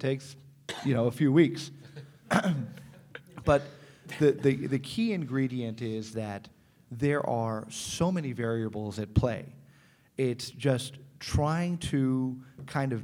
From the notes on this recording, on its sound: Planet MicroCap Showcase 2018. Planet MicroCap Podcast: LIVE!